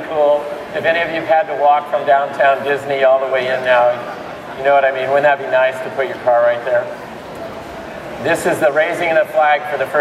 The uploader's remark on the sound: This video was captured LIVE at MakerFaire 2008 in San Mateo, California